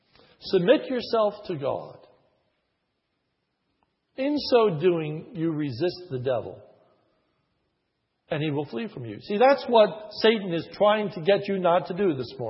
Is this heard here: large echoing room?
yes